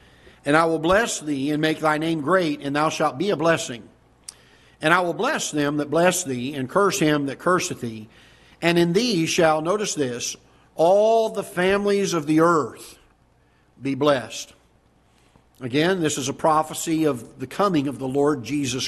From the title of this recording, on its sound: Ketha Heights Baptist Church ~ Live Broadcast